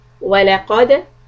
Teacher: qaf heavy, dal soft, with qalqala